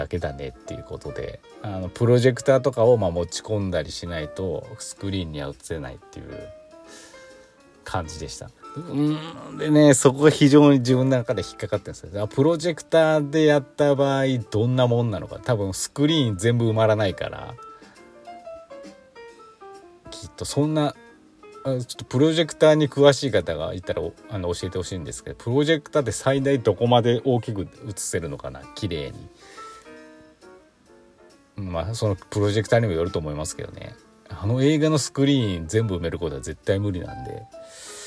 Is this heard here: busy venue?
no